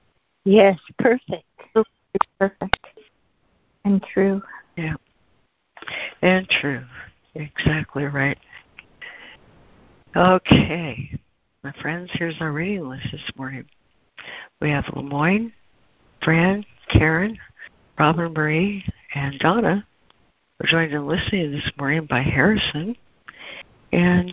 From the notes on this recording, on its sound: ACIM Daily Conference Call.